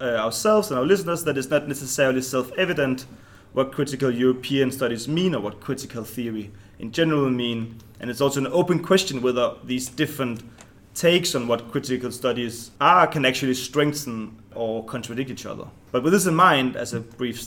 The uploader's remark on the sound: Recorded at the UACES Graduate Forum Conference, KU Leuven, July 2018